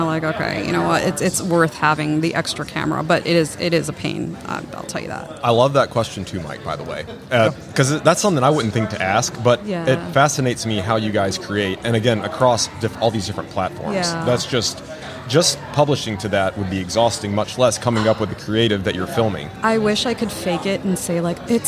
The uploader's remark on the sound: LIVE from HAVEN 2022